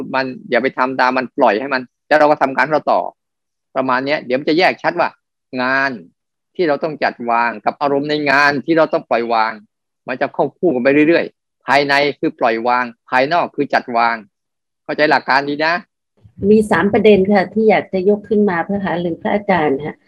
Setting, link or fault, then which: link, video call